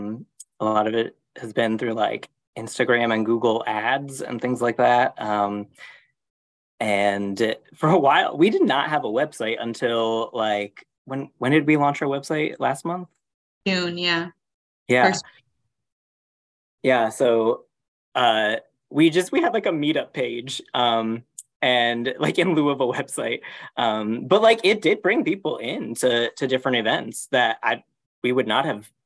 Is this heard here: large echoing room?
no